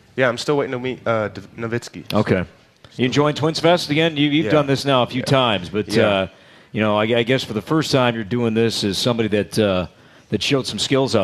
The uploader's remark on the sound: Live from TwinsFest.